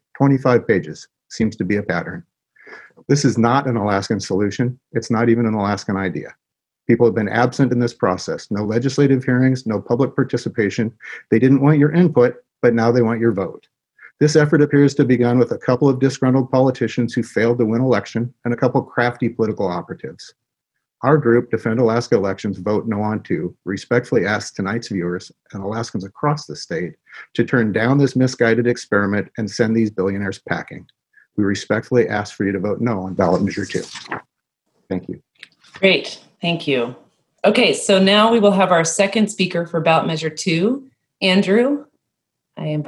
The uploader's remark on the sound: Tuesday, October 14th, 2020 via Zoom by Alaska Common Ground.